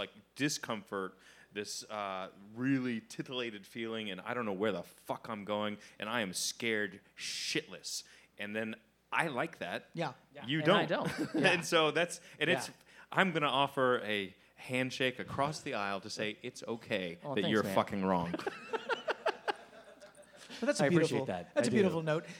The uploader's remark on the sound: Phantasm LIVE at Fantastic Fest 2019. LIVE onstage at the Highball during Fantastic Fest 2019.